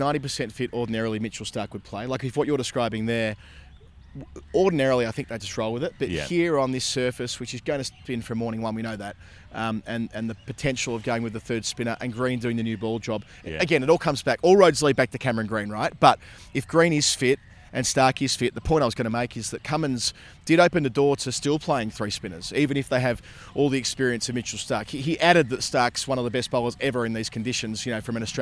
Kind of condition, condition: setting, outdoors